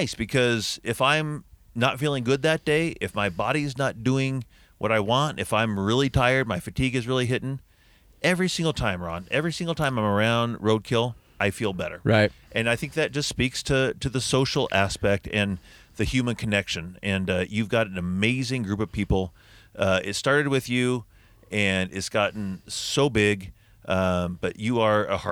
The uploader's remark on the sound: For this podcast I parked my van outside the Brickhouse Tavern in Vancouver Washington and talked to some TRK members during BrewFest.